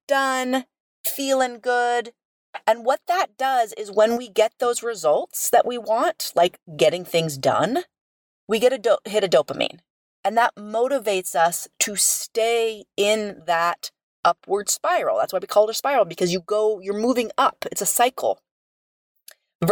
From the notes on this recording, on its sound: recording from the parking lot of a Costco today